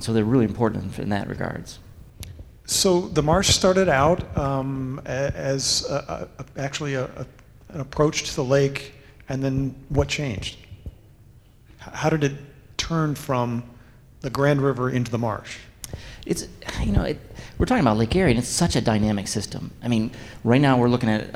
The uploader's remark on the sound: Audience Q&A